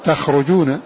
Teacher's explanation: هذه المواضع الثلاثة بيّن الناظم رحمه الله تعالى فيها مذاهب القراء مع الزخرف، أي في هذه السورة مع الزخرف عكس تخرجون بفتحة وضمة، يعني تقرأها تخرجون بفتحة في التاء تخرجون وضم في الراء